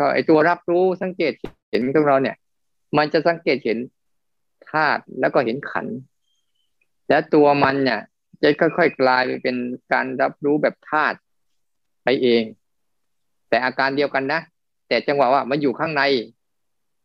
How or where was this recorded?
video call